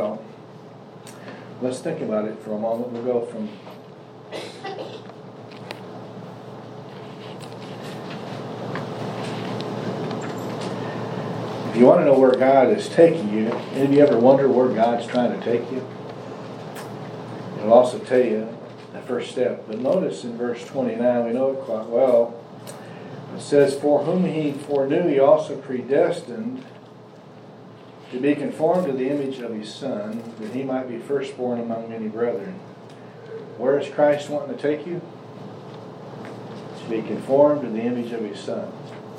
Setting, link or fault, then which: setting, live audience